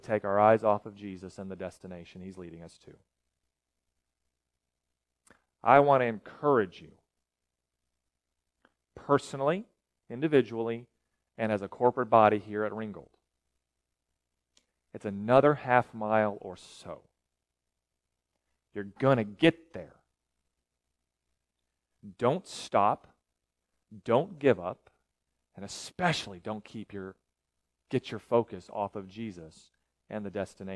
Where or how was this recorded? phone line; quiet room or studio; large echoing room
large echoing room